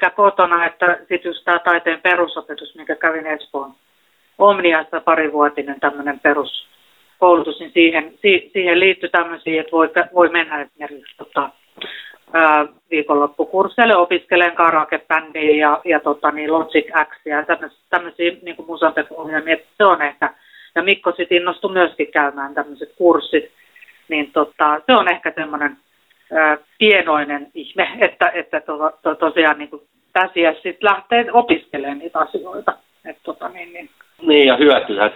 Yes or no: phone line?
yes